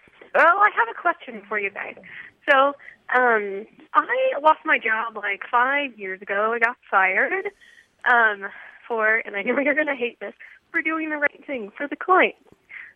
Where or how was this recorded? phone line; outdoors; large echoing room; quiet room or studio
phone line